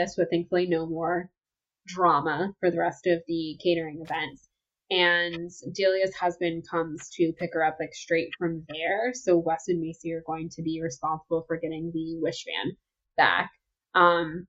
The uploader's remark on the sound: Our audio this week is a little wonky